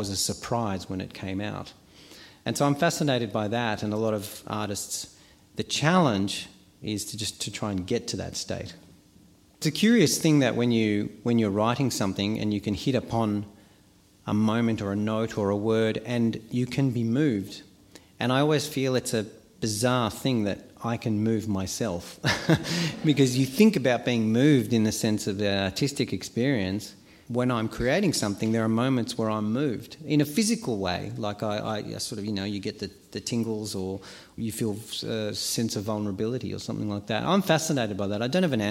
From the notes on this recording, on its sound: Experience a night of Live Philosophy at the Sophia Club Melbourne.